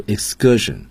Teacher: k 要转成 g，清辅音浊化